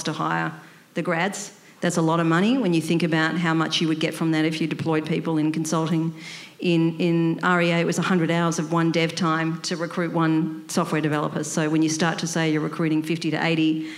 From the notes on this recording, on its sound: For the first time ever we have taken Coffee Pods live on stage to record an interview